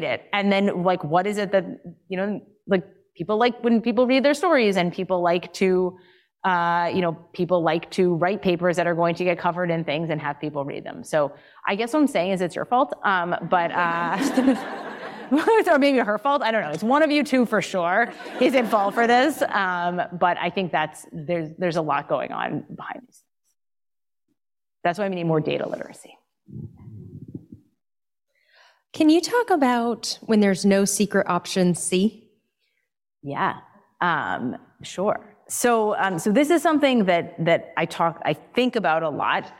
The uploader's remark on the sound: Today’s episode is an audio recording from one of my recent appearances in Montclair, New Jersey. It was an amazing night.